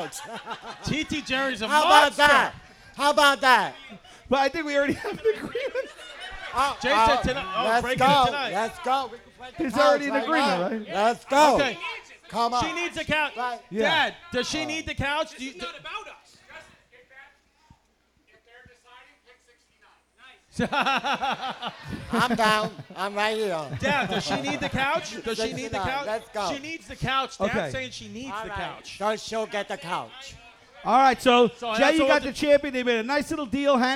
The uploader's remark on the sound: LIVE at SoulJoel's Comedy Club in Royersford,PA!